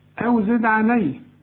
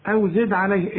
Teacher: أو زد علي، هنا بقى الواو عليها السكون، أو دي أو زد عليه، الدال قلقلها عند الوقف وعند الوصل